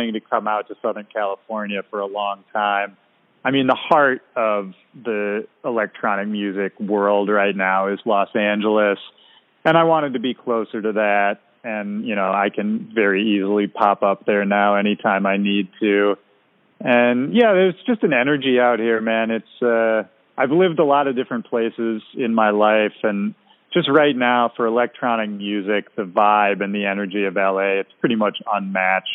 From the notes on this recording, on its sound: Checking in via phone from San Diego.